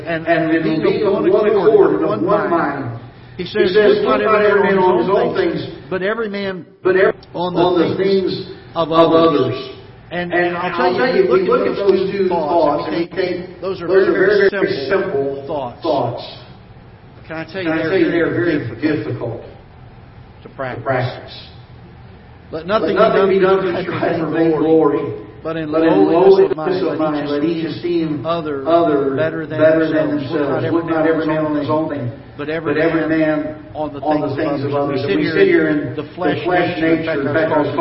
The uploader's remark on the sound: Ketha Heights Baptist Church ~ Live Broadcast